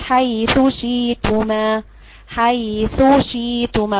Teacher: بظهر الثاء وبظهر الشين